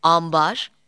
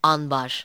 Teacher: Türkçe'de kullanılan bazı kelimelerdeki B ünsüzünden önce gelen N ünsüzü M'ye dönüşür. · Shown in: first take